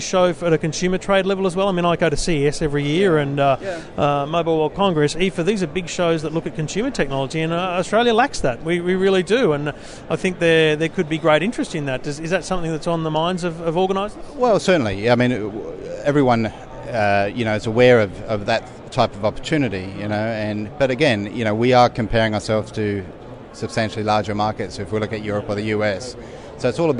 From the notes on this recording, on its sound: Recorded LIVE on the show floor at Integrate 2015 in Melbourne